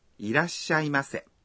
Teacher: Lorsque vous prononcez « Irashaimase », faites une légère pause après « la ».